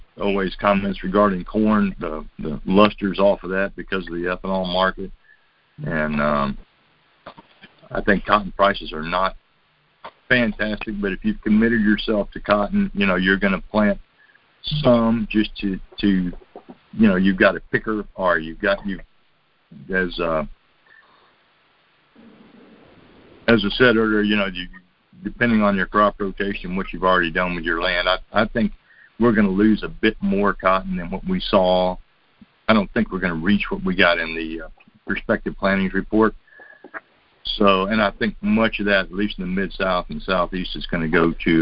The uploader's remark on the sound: Monthly Conference Call